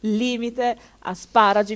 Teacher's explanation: Sdrucciole, l'accento sulla terz'ultima sillaba.